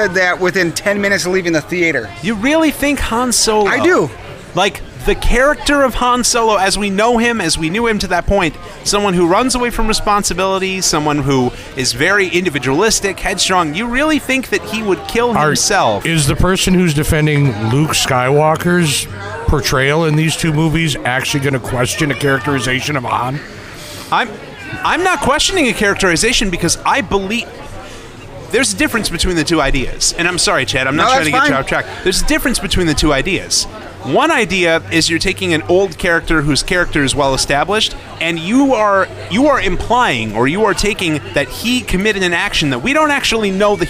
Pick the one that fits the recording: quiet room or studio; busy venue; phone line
busy venue